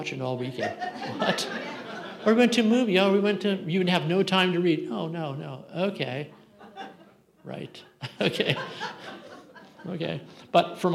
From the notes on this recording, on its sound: Santa Barbara Writers Conferece opening night keynote talk on June 18th 2023